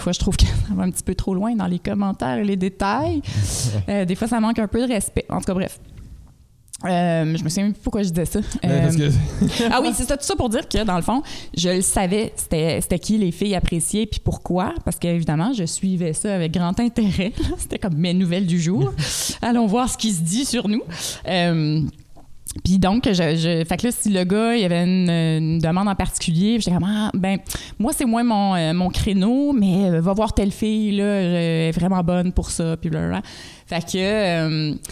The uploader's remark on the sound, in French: Le podcast à été enregistré en avril 2021 à la microbrasserie le Boquébière au 50, rue Wellington Nord à Sherbrooke